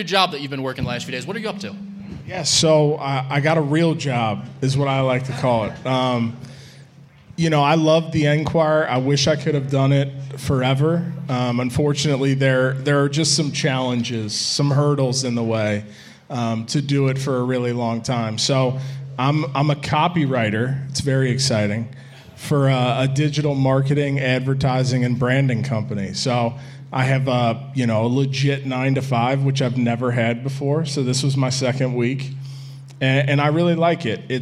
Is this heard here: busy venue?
yes